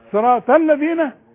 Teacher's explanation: الهمزه اللي عليها راس الصاد بتلغى اذا كان قبلها كلمه او حرف